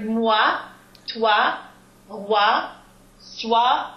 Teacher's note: everything that has OI will be wa, and that's with a, a bright A and a W. So it's just a glide, a w glide.